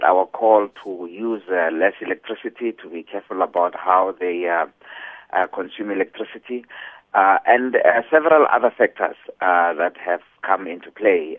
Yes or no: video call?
no